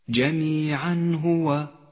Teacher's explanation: يظهر التنوين من غير غنة أو تشديد إذا جاء بعده حرف الهاء · Term: الإظهار